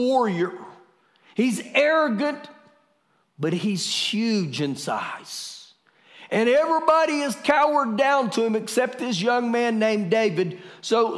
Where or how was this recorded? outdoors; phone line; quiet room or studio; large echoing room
large echoing room